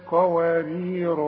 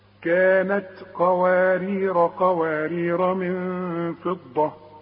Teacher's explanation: يبقى الألف بتاعت قوارير الأولى تثبت عند الوقف وتلغى عند الوصل